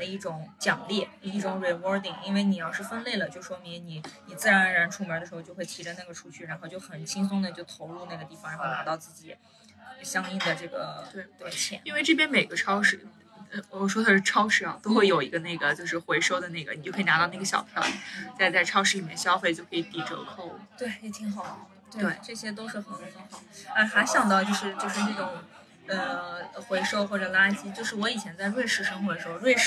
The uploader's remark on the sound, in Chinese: 这期因为时间紧迫，我们仓促地在一家咖啡馆录音。所以...有觥筹交错的乒乒乓乓声，有隔壁桌的八卦声等无法避免地嘈杂声。